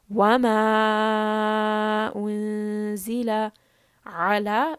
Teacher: So here we see that there is the sign of mad. So we are going to pull this for four counts.